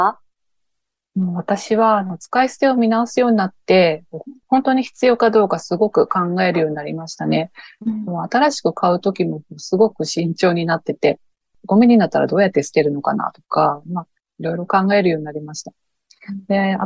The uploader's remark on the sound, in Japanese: この番組はインタビューもナレーションもリモートで収録しています。ゲスト側の生活音や、ノイズがあったりします。